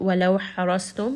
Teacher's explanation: حَا again from the middle of the throat